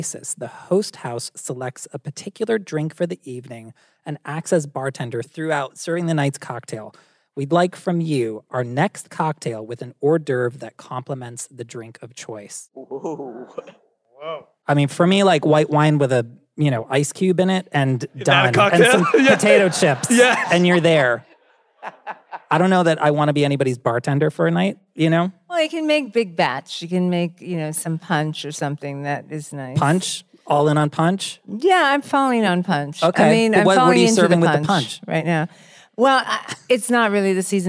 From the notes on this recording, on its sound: Live At Symphony Space. Dinner SOS left the studio and took to the live stage! We answered your cooking questions and some from the crowd!